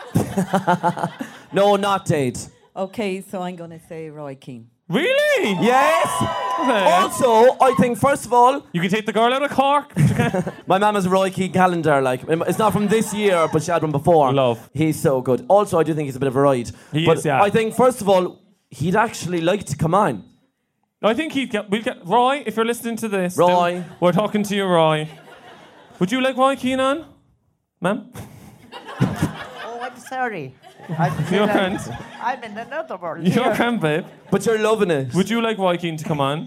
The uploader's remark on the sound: the lads decide to do a live recording